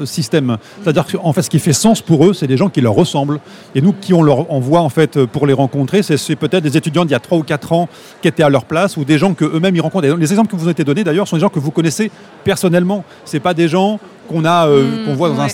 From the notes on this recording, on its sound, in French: Dans ce nouvel épisode enregistré durant Vivatech 2022, sont réunis autour de la table du Trends Shaker Live.